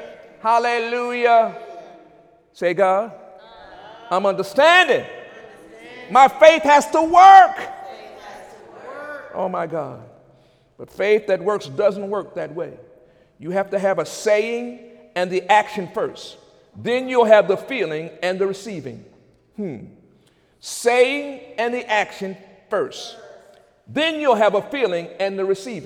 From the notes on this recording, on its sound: During Wednesday night service on February 8, 2017